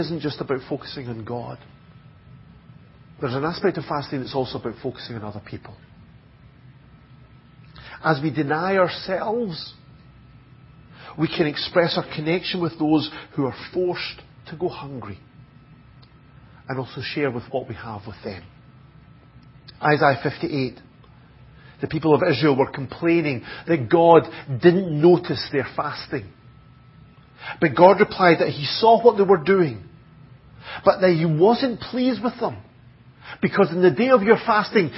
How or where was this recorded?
large echoing room